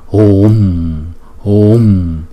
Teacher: chữ hờ rồi chữ u dài trước, rồi mới đóng chữ u đó lại